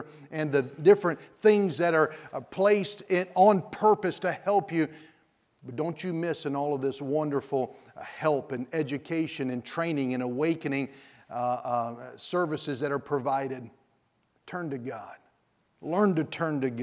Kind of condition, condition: setting, large echoing room